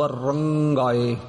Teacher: ਰੰਗਾਏ ਰਾਰੇ ਨੂੰ ਟਿੱਪੀ ਦੀ ਆਵਾਜ਼ ਆਉਣੀ ਚਾਹੀਦੀ ਹੈ